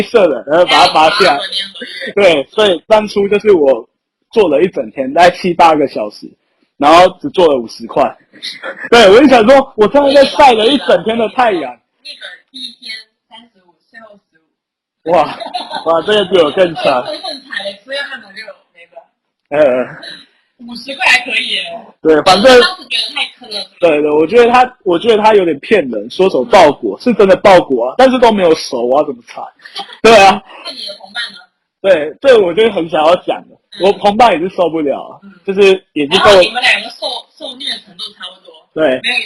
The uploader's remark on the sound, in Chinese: 收音不好請見諒